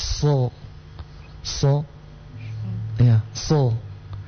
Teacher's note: Huruf sad itu lebih baik dekat dengan huruf sin daripada masuk ke huruf sho, ya. Jadi huruf so sama dengan orang mau bilang s, tapi dinaikkan pangkal lidah